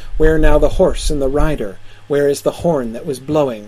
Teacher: you've got four major beats in a line with a pause in the middle · Term: alliterative meter